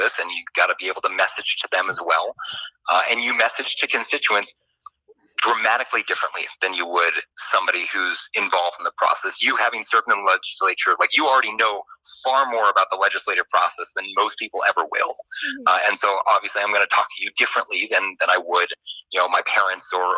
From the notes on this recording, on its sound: via telephone